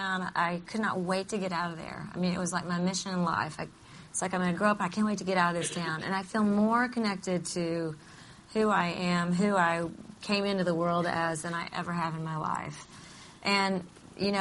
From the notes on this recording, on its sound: Live at the espnW Summit.